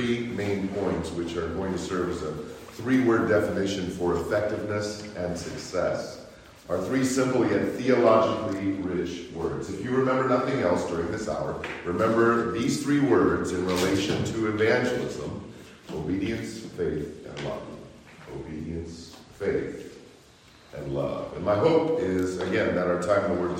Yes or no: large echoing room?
yes